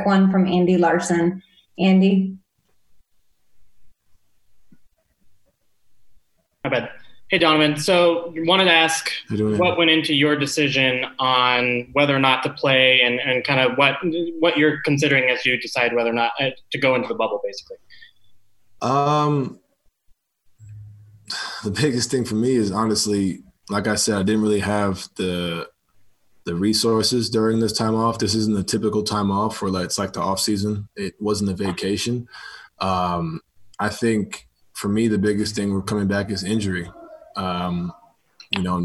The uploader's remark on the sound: Zoom Media Teleconference